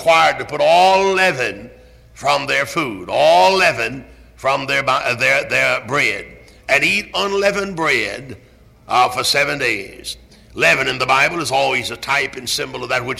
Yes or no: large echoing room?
yes